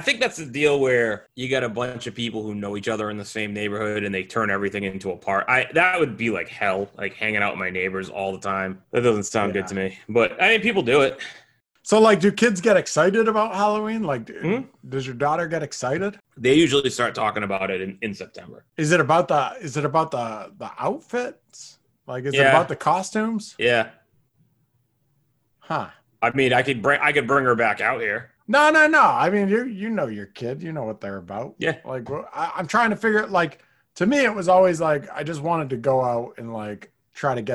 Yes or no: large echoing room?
no